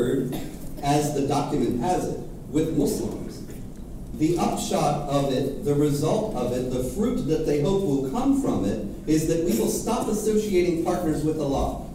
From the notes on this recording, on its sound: At Franciscan University. Speaks before a packed audience in the Gentile Gallery.